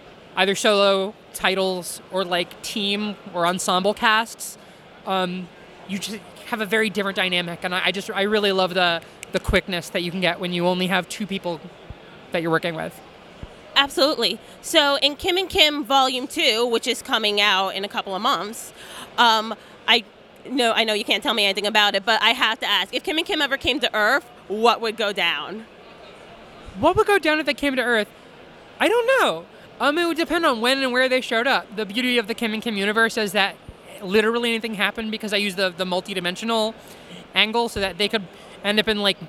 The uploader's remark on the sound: Interview at Five Points Festival 2017